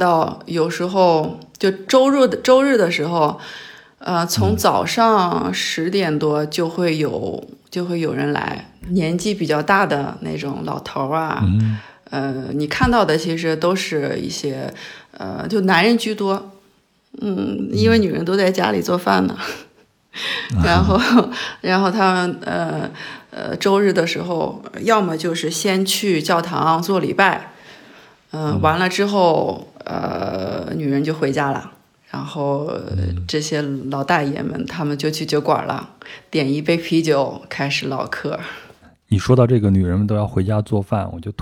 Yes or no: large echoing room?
no